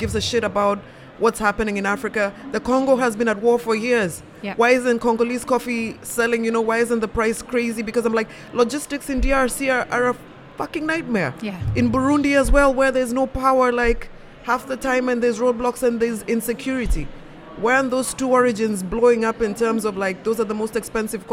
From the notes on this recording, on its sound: A selection of podcast episodes that were live-streamed from the show floor at World of Coffee Dubai 2024.